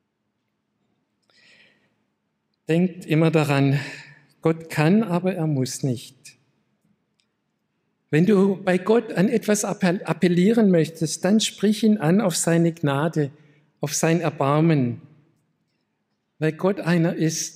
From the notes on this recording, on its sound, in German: aus dem Classic-Gottesdienst der Missionsberg-Gemeinde